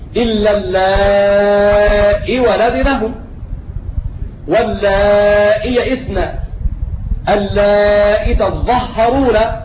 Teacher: قرأوا بتحقيق الهمز مع حذف الياء فيقرؤون هكذا إلا اللائي ولدنهم واللائي يئسن اللائي تظهرون بإثبات الهمز